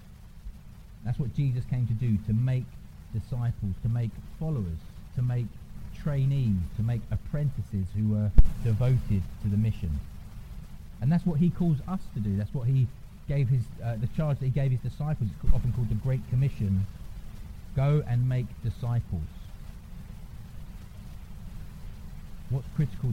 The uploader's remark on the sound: apologies for poor sound quality